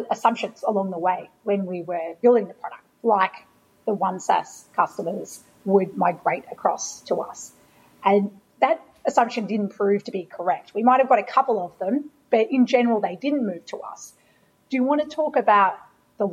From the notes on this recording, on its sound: Live from the Chartered Accountants ANZ Brisbane Office. They also answer some interesting questions from a live studio audience.